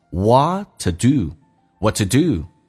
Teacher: to 不被强调，可以弱化成一个 t 这个发音